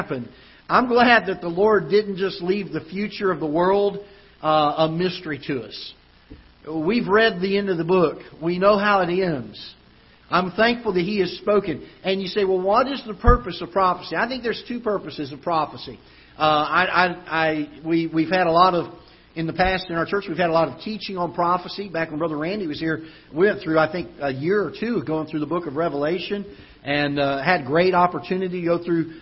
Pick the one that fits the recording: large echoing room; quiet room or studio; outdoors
large echoing room